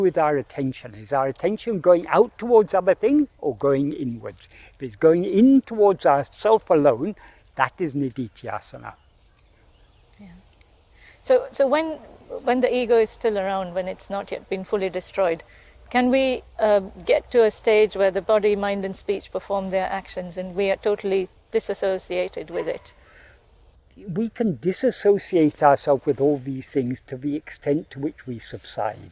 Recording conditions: outdoors